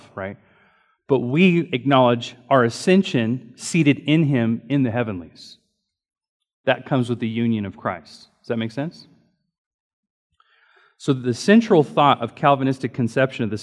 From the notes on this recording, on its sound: Recorded during Sunday School